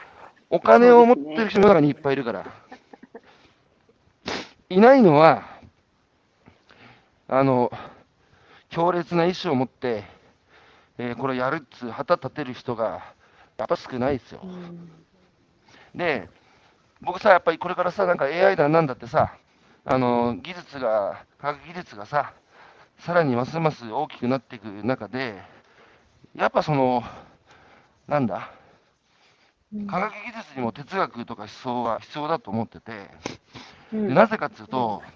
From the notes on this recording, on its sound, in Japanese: 歩きながら1時間、対談する